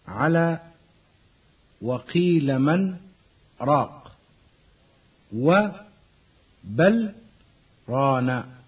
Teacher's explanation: اللام والنون يظهران قبل الراء عند سكت حفص